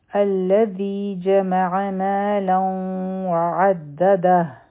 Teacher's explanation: ما دو حرکه په لام باندې تنوین دی مخکې واو راغی، دلته به ادغام کوو د غنا سره. عین به د حلق نه وایو او په دال به د مضبوطۍ سره راځو، او د دې بل دال سره به ها کنکټ شي.